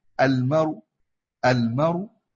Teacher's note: فتقول هي أصلا المرو بالواو، عفوا بالضمة، فتقول المرو، المرو اللي هي المرء. أبدلت نقلت حركة الهمزة إلى الساكن قبلها فبقت مضمومة، ونحن لا نقف بالحركة الكاملة إنما نستطيع أن نقف بالرو، فوقفنا المرو. · Term: الوقف بالنقل